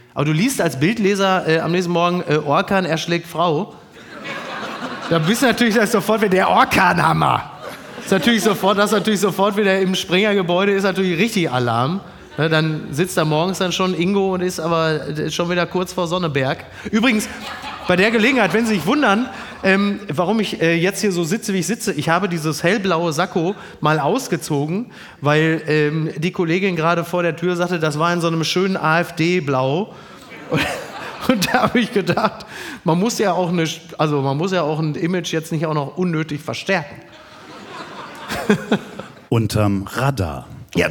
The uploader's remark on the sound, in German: live aus Hamburg